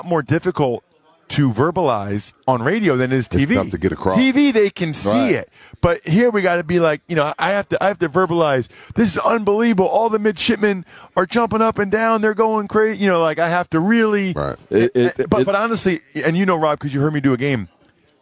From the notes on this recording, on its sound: joins R&R from Radio ROW in Boston for Army-Navy